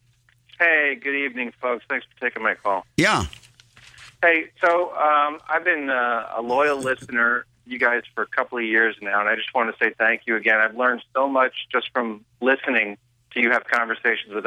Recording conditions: phone line